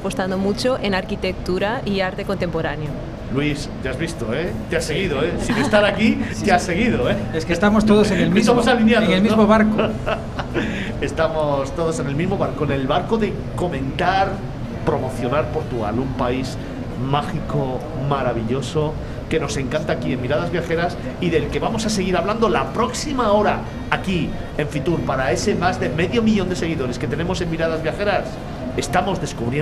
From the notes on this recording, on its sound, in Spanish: Desde la feria internacional de turismo del IFEMA de Madrid, FITUR2022, grabamos este especial FITUR.